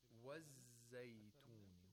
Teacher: We hold the za a little bit. We spend more time pronouncing the za. It's weak fricative, actually.